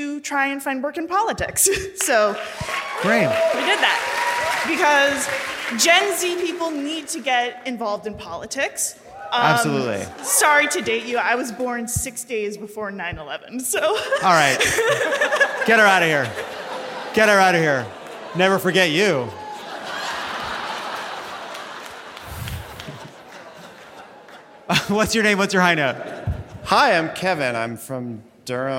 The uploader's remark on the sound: Live from DC!